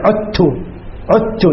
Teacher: دال قلبت تاء وأدغمت في التاء، وباللفظة ما في الكتابة. · Term: الإدغام